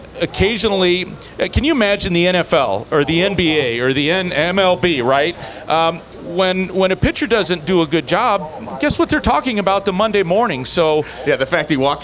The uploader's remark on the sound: LIVE at Vegas